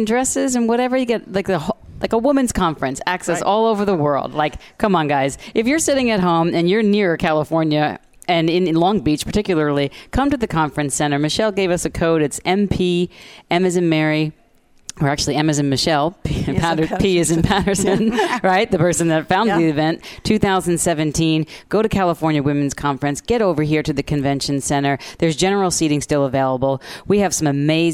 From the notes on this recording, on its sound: Join VoiceAmerica and Special guest Hosts as we Broadcast day 2 Live form the Largest Women's conference in the USA! We will be live for 2 days bringing you all the event action, keynote speakers and VoiceAmerica hosts.